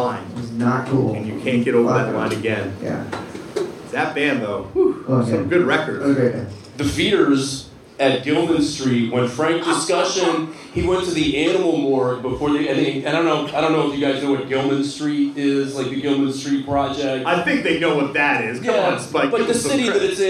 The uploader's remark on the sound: TURNED OUT A PUNK LIVE AT 77' FEST. LIVE IN MONTREAL FOR 77' FEST!